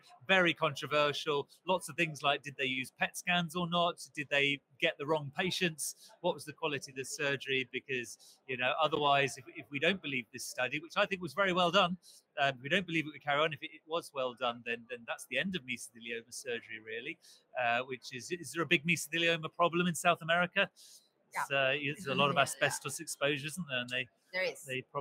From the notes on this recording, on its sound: Live from EACTS. Reports live from the 2023 EACTS Annual Meeting. This edition of The Beat was livestreamed from Vienna, Austria.